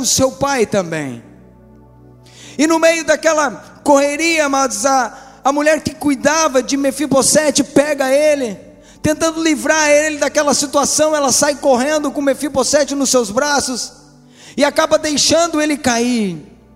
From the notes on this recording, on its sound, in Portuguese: Esta mensagem foi gravada ao vivo no dia 10 de Agosto de 2014 num domingo a noite.